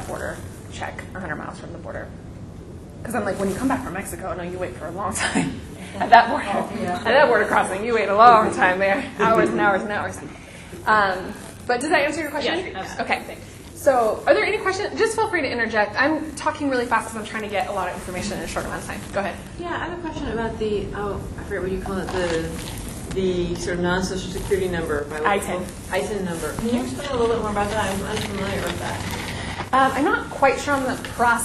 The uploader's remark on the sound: This podcast was recorded at the 2014 VJN Conference: Kingdom Justice, Vineyard Values.